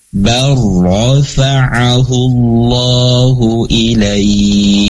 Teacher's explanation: Contohnya lafadznya bal dengan rofa'ahullahu ilaih. Jadi lamnya sudah tidak ada, tetapi masuk ke dalam huruf ro. · Term: idgham